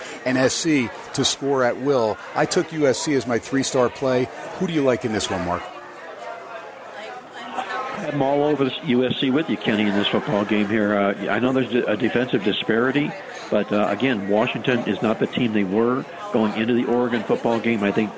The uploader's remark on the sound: SPORTSXRADIO HUMP DAY FROM STEINERS PUB. "Live" from #SteinersPub #LasVegas. SXR is heard "live" on 101.5 FM K-DAWN out of #LasVegas.